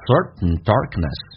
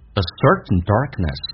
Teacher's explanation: 那个 K 跟 N 在一起，轻轻的 K 也是失去了一点爆破